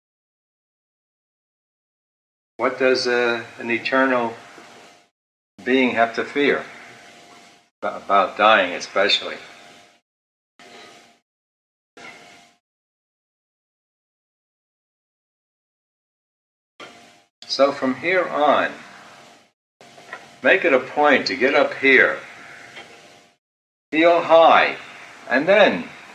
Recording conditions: background noise